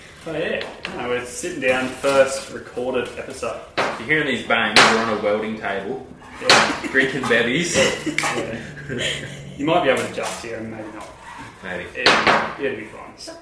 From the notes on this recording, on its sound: SORRY FOR THE AUDIO ISSUES I HAVENT HAD ANY LUCK FIXING IT.